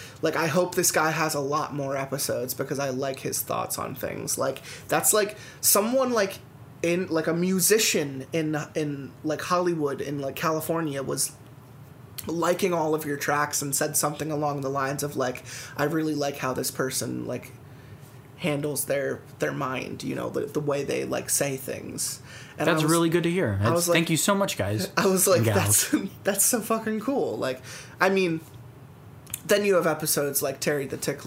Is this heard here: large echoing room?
no